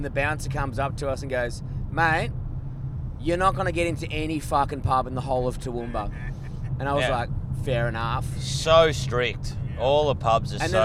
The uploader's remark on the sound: We are podding live from an electric vehicle.